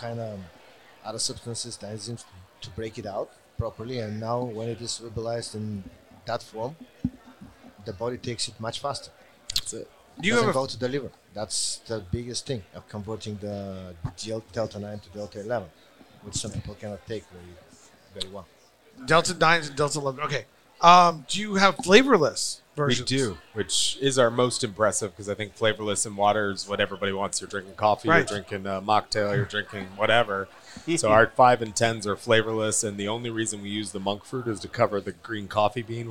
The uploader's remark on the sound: Recorded at MJUnpacked NYC